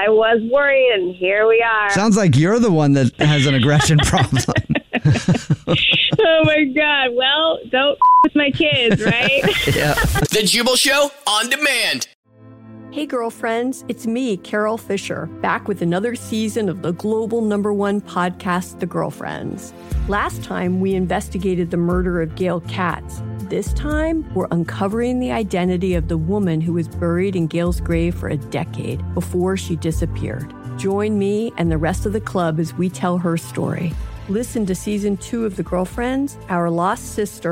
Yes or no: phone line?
yes